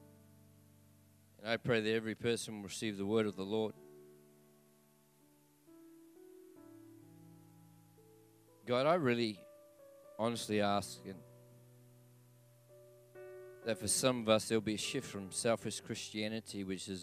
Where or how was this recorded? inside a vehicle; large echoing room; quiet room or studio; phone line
large echoing room